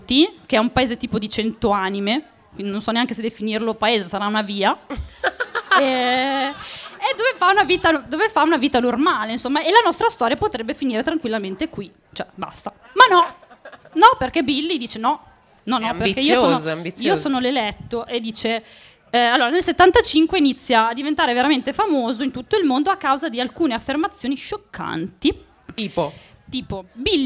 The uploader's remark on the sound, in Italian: In questo episodio speciale vi proponiamo la registrazione fatta al Podfest di Parma.